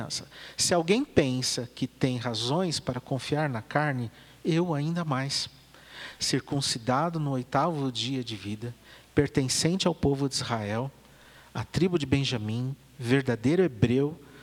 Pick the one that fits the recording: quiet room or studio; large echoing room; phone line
large echoing room